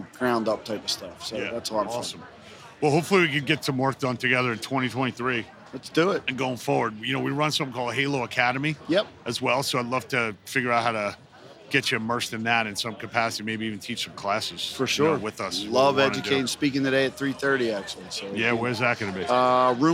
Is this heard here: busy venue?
yes